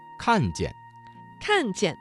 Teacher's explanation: 看见这个词中的见读成了轻声